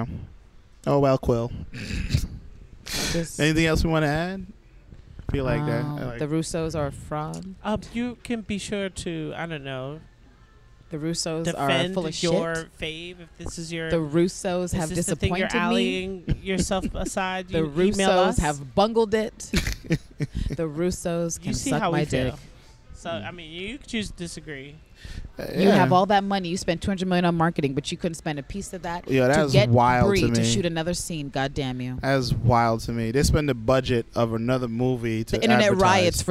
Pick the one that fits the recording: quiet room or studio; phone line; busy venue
busy venue